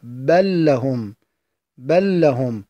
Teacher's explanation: إدغام اللام في اللام، مثال ذلك قوله تعالى: بل لهم، بل لهم، هي بل لهم ولكن تقرأ بل لهم بلام واحدة مشددة